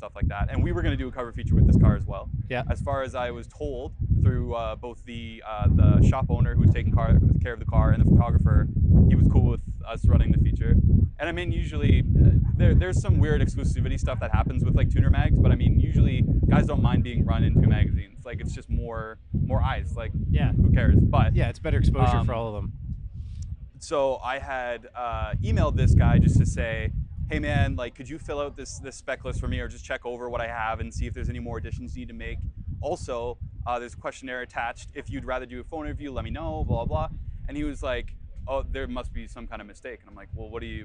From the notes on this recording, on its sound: While at Fitted. A quick apology for the wind noise and fluctuating volume levels of this episode. I was working with a brand new rig, made a rookie mistake and didnt have proper wind covers for my lav mics.